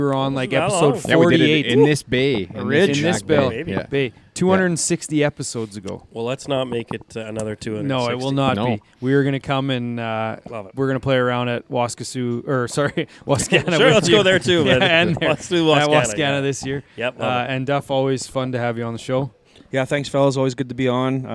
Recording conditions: busy venue